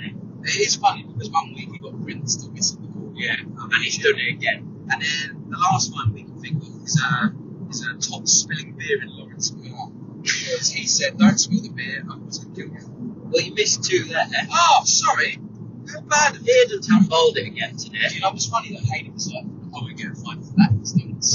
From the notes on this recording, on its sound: Sorry about the sound quality, this pod took place on the M20. In Tonbridge.